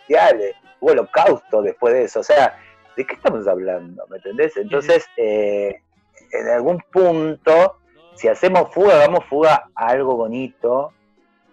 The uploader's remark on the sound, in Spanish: recibimos la visita vía Zoom